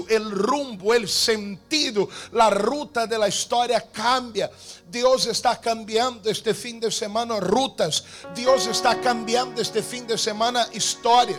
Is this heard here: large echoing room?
yes